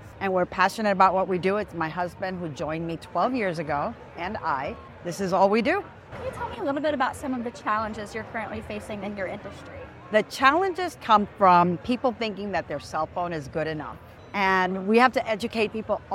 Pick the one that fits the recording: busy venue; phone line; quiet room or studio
busy venue